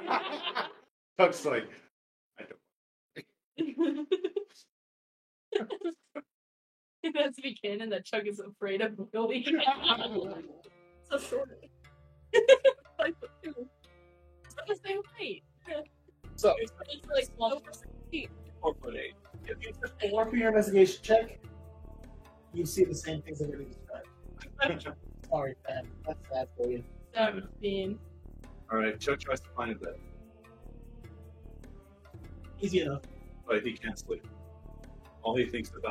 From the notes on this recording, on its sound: Sorry for the spotty audio in this episode. Curious what our audio missed?